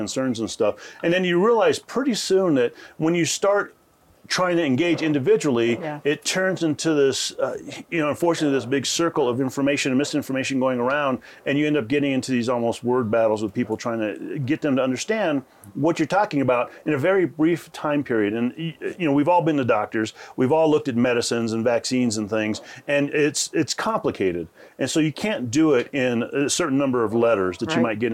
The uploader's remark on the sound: On Location at Aspen Ideas: Health